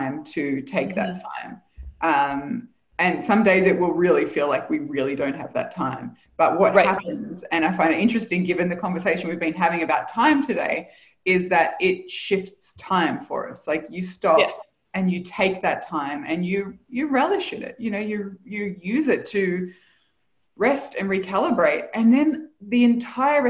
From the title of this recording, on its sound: Live Community Call